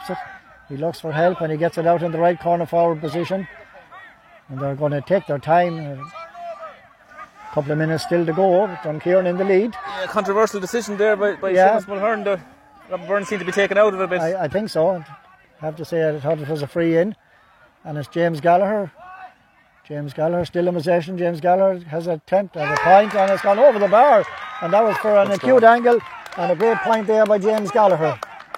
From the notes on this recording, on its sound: Full Live Audio Commentary from Dromod